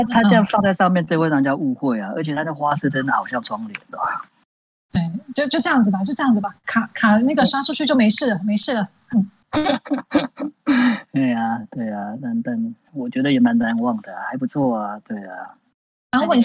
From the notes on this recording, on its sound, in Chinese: 因疫情影響，本集藉由遠端通訊軟體錄製而成，錄音品質稍有影響，還請見諒。